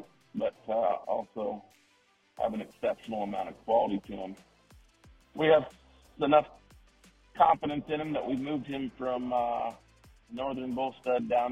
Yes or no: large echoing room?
no